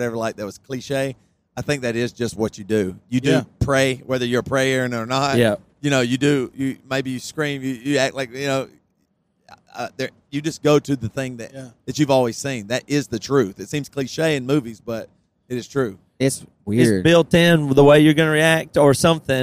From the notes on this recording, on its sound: We re riding down the road in the middle of the California Desert so we decide to record a pod!